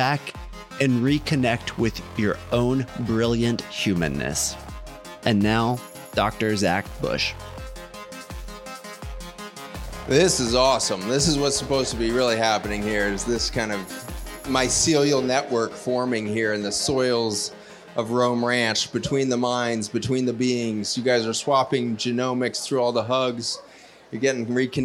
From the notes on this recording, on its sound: Recorded live from the main stage of our first annual " What Good Shall I Do?